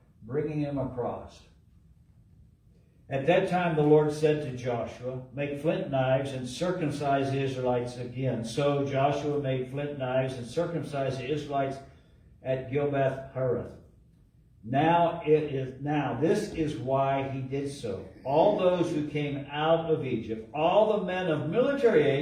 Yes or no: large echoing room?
yes